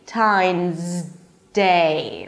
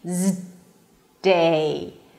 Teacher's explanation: Valentine's, right? So you're actually pronouncing the Z and then you're blocking it with the D